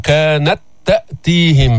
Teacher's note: تاء ساكنة دخلت في تاء متحركة، نفس الحرف نفس المخرج نفس الصفات، فإذا إدغام المثلين أو المتماثلين.